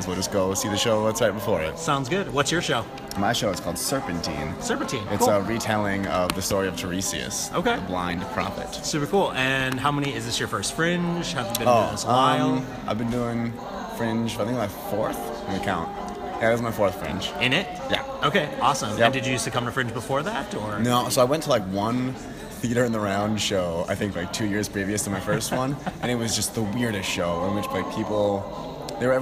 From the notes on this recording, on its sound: spent the evening chatting with audience members for the 2017 MN Fringe Festival